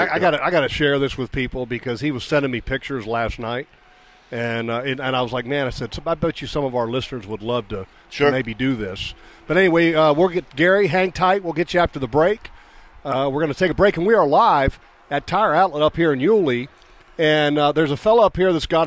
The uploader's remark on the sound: LIVE from Tire Outlet